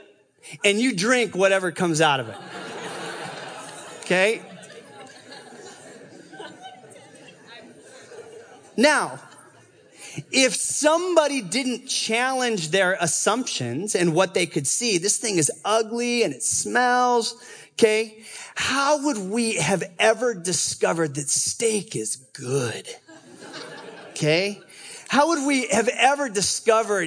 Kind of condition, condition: setting, live audience